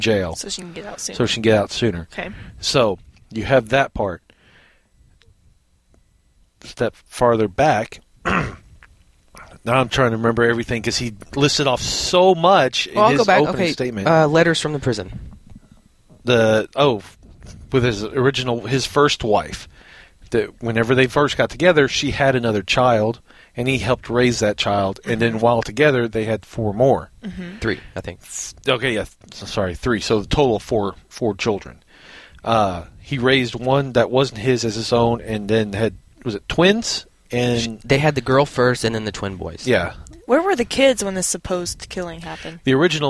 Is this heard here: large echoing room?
no